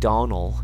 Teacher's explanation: I think Donal, without the D, is a more authentic rendering of the name. · if I'm just referring to the MacDonald kindred or clan, you'll notice I don't pronounce the D a lot.